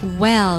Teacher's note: well 中间的元音是 a 扁的 a，大家嘴巴要扁啊